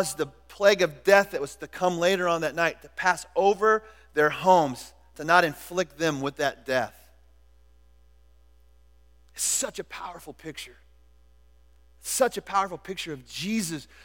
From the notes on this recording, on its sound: Was recorded at The Calling Community Church located in Platte City, Missouri. Services are held at the Platte City High School auditorium.